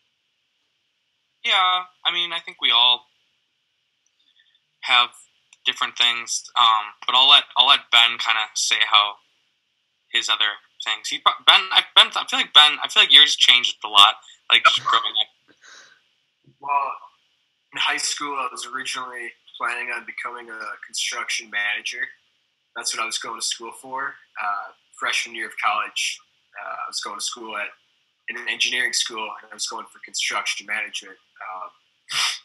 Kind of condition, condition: fault, poor sound quality